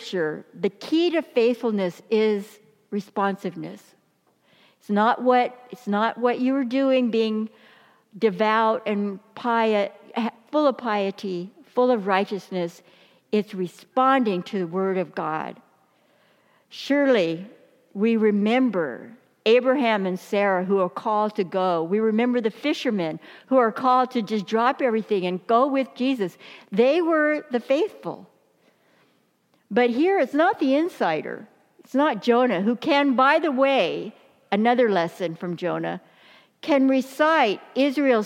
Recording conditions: large echoing room